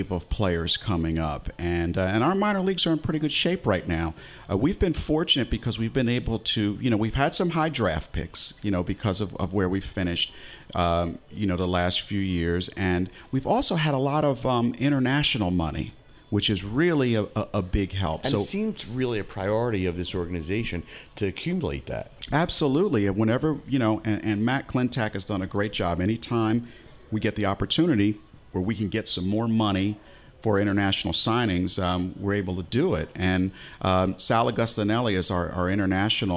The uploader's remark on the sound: Live from Somo SoPhi